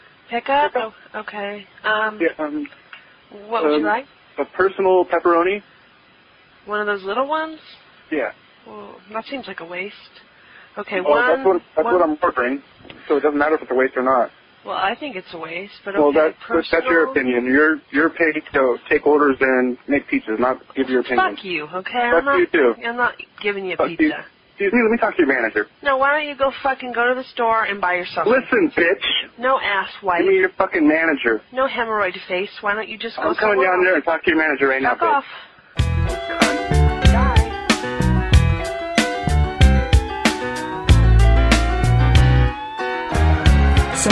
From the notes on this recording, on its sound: Prank Phone Calls Collection.